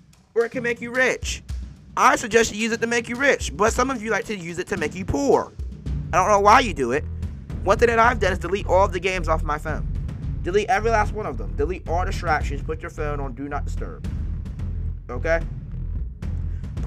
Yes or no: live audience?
no